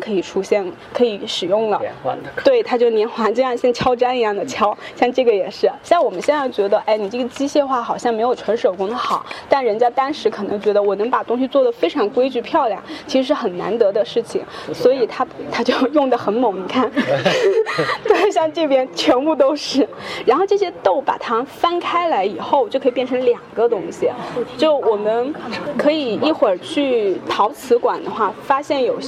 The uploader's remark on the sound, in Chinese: 这期节目，我们播放的是9月25日在上博青铜馆的现场录音。